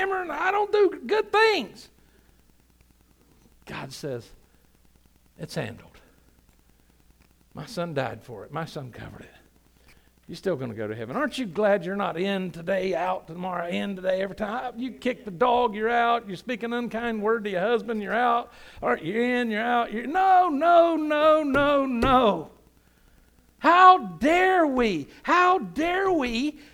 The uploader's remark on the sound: Sunday Morning – 11am Service